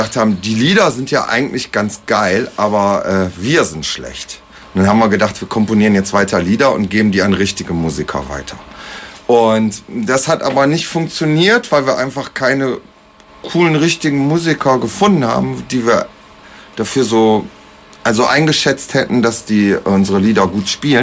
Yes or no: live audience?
no